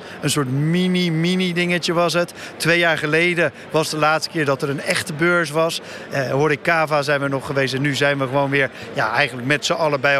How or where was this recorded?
busy venue